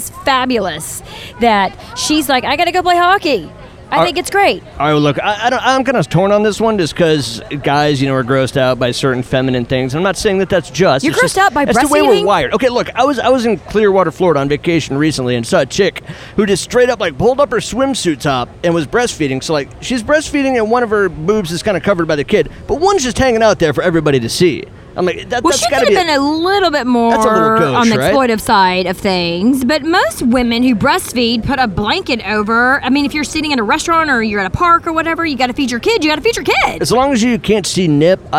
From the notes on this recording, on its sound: Live At State Fair